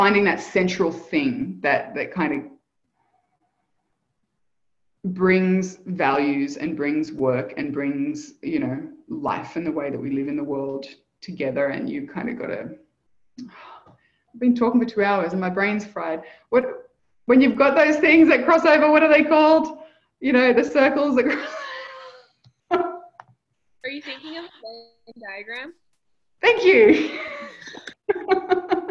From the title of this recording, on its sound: Live Community Call